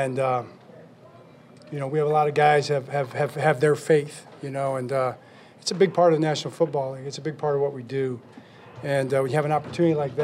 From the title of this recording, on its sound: Postgame Press Conference